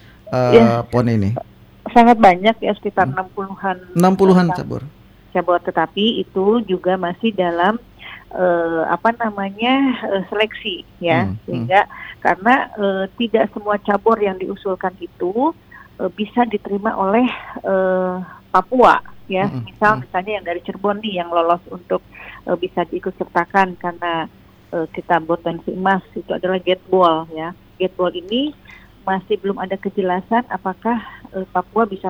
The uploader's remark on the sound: (by Phone)